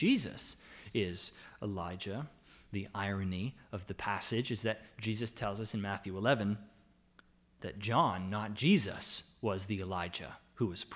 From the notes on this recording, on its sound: The audio from our Lord's Day service on October 4, 2020. It was our joy to be able to gather to worship in song and prayer.